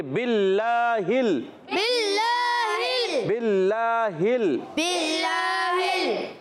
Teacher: زیر آ رہی ہے تو یہ کیا ہو جائے گا لام اللہ پاک کا لام باریک ہوگا اور اس سے پہلے زیر ہے